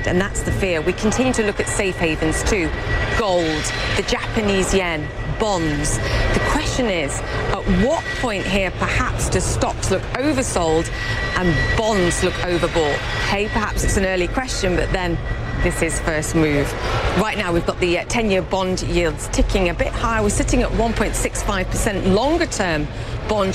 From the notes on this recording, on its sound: live from the New York Stock Exchange